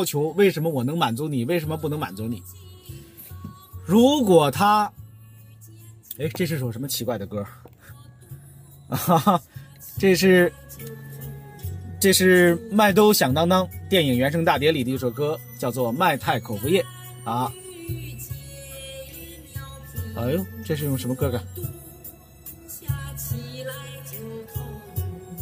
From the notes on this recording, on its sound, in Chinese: 本期「红灯区」节目还是在车内、在满是红灯的拥堵道路上录制。一刀未剪，一句没落。